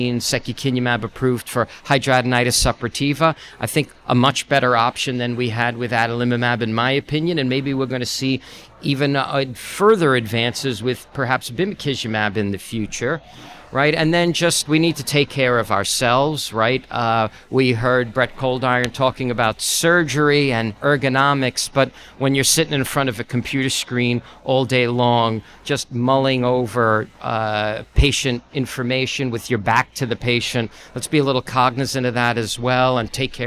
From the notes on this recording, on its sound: live at Winter Clinical Hawaii 2024